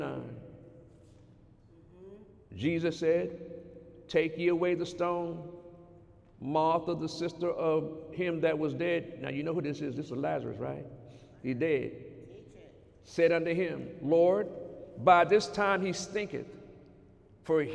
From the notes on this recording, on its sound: During Sunday morning service on February 17, 2019